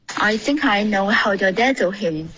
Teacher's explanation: 不应该爆破，OK，是一个摩擦音，dazzle